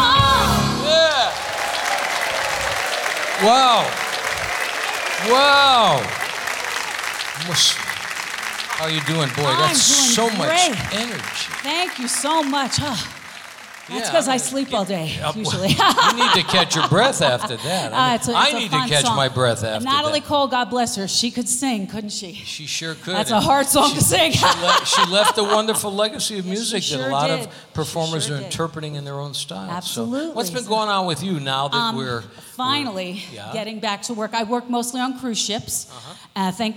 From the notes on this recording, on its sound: Live at the SouthPoint Casino